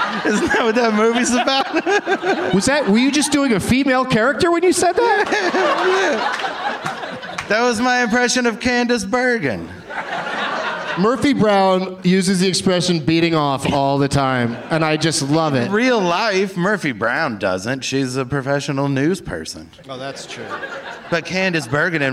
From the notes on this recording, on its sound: Live from the Traverse City Film Festival